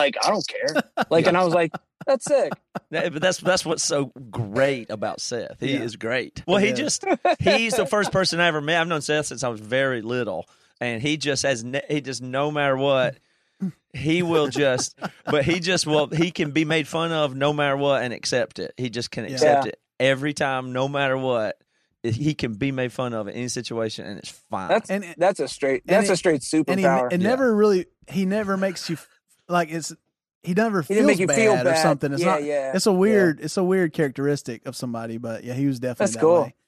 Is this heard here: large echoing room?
no